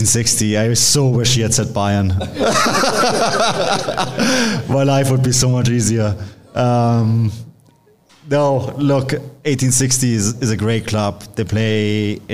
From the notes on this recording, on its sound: We all sat down for a live show and Q&A before St. Louis CITY SC's historic match at CITYPARK vs Bayer Leverkusen.